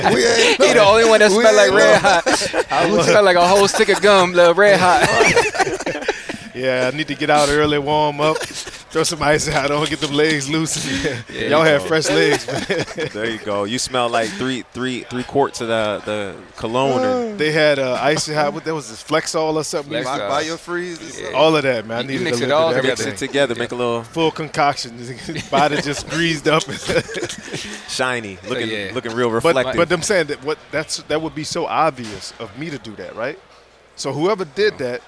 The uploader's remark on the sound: at the CFL Alumni Association's Legends Luncheon on Friday at LIUNA Station